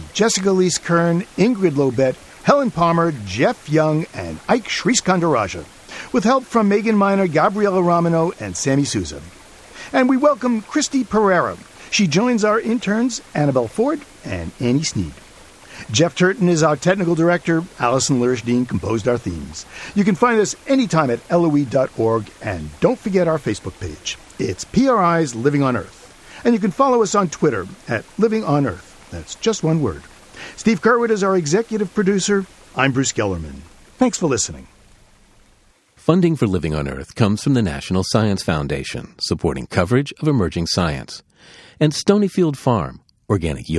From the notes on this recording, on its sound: A small waterfall on the big island of Hawaii